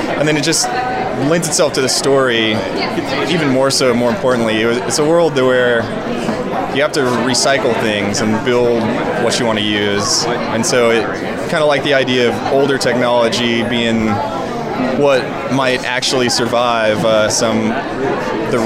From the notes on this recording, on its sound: Red carpet interviews taped at Tribeca Festival in 2015